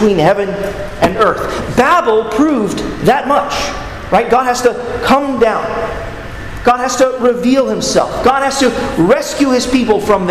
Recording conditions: large echoing room